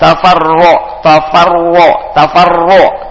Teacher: Huruf ro tebal, maka dibaca o